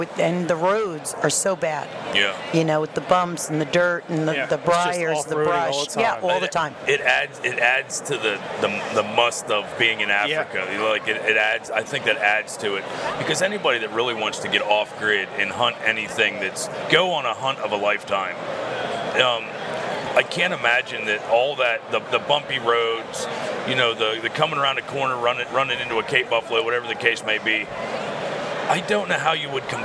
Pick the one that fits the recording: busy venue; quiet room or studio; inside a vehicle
busy venue